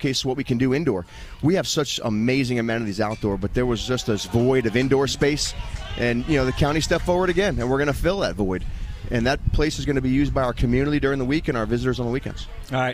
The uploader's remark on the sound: live on remote at RF&P Park in Glen Allen for the Babe Ruth 13 Year Old World Series